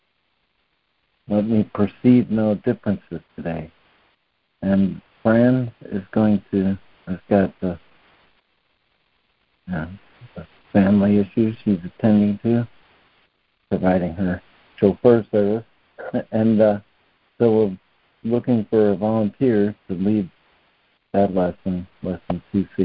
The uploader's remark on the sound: ACIM Daily Conference Call.